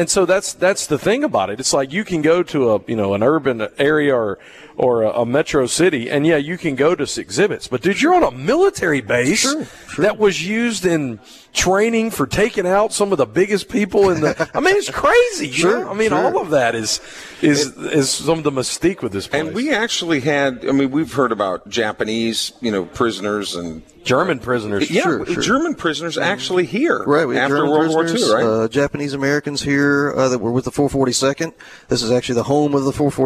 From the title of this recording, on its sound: Broadcasting from the Mississippi Armed Forces Museum at Camp Shelby for Veterans Day